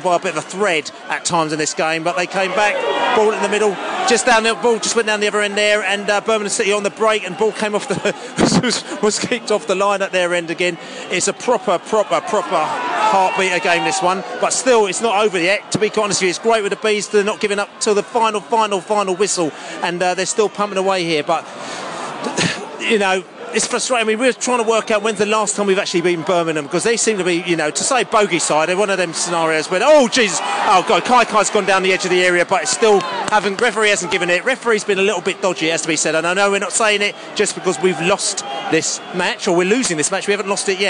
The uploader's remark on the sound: post-match podcast from the pub